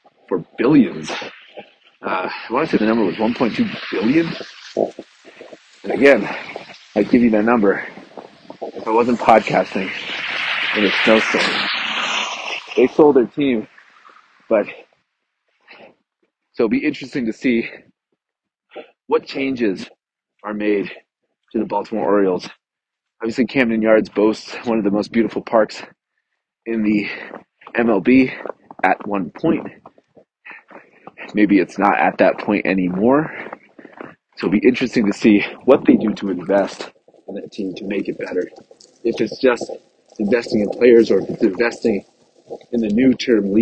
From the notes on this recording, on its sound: This week I am on travel so I had to podcast while walking around the neighborhood…and there happened to be a snowstorm while i was recording. Apologies for the bad audio!